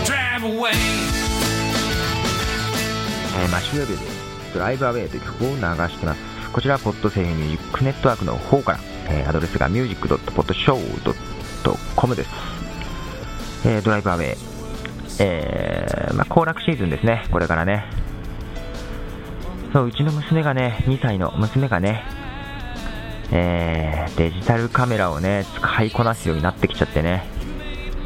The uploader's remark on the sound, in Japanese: 屋外で録音するポッドキャスターとして、かなり悩みなんですが、蚊に刺されやすい体質なんで困ってます。公園のベンチでちょこっと録音している間にボコボコに蚊に刺されたり・・・。